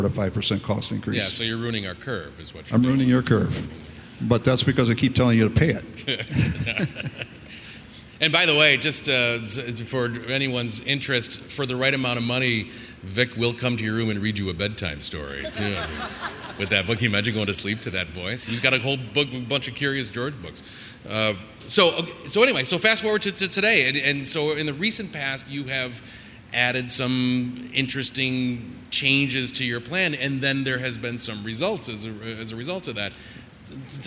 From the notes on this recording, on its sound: The audio from this episode is taken from this year's Cypress University event held in Las Vegas.